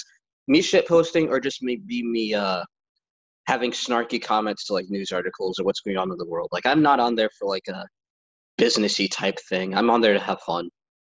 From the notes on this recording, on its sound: sit down on Zoom and have a chat